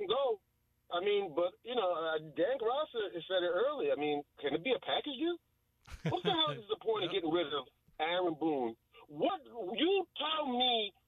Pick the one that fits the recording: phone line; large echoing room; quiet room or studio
phone line